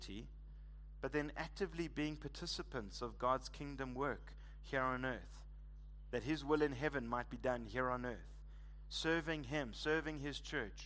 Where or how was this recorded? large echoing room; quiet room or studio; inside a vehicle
large echoing room